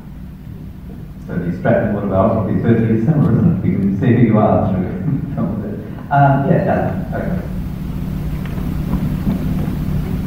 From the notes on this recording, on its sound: Here it is in all its average audio glory. This interview was aptly recorded in the foyer of the great Windsor Cinema here in Perth, Western Australia, and alongside the background noises. Again, the audio isn't the best.